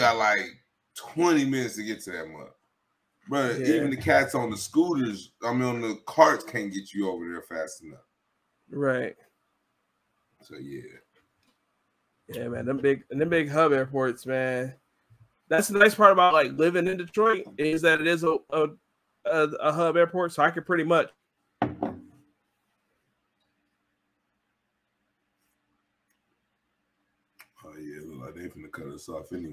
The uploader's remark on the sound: NOTE: Our virtual recording platform is having technical difficulties. Our audio is somewhat choppy and we were unaware until near the end of the epsiode.